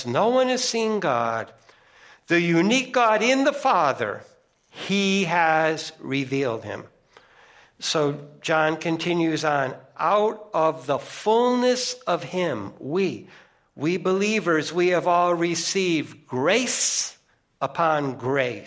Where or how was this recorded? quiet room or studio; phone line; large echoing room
large echoing room